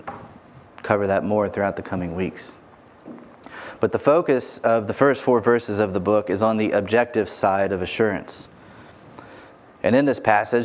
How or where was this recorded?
large echoing room